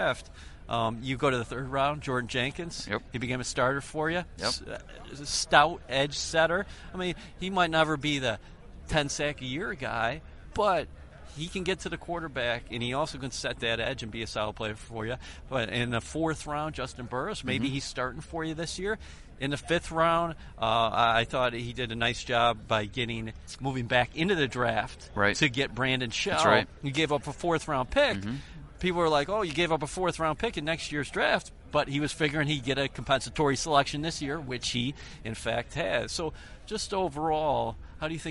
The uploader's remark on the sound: Live at the Combine. At the 2017 NFL Combine in Indianapolis.